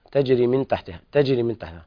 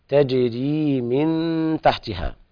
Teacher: تجري من تحتها، لابد أيضا من إثبات ذات المد، فقد قرأت تجري من تحتها، تجري من تحتها، الصواب إثبات الياء مدها حركتين · Shown in: second take